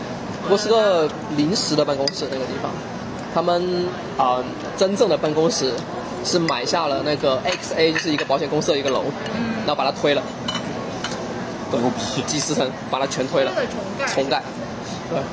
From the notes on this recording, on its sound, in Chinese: 随性地在新加坡路边漫谈。于是三人一同在当地一家娘惹菜餐厅以闲聊为主题，匆忙录制了本期番外篇节目。